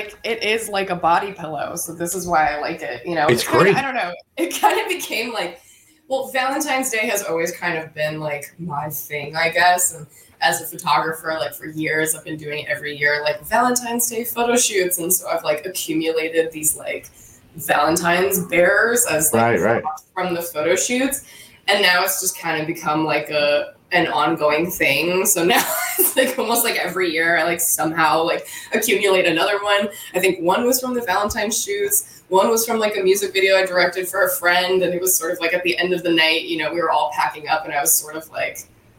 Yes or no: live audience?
no